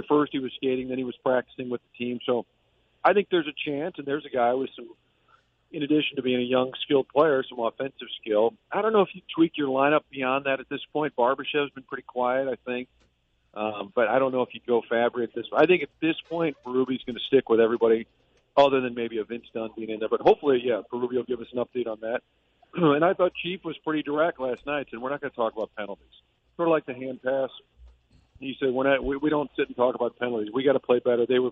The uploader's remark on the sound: phones in from Boston, MA